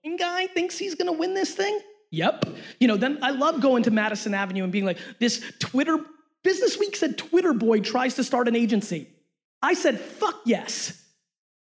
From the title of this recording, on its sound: A Keynote: #SXSW 2017 LIVE Q&A